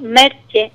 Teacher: si acortamos y palatalizamos, decimos Merche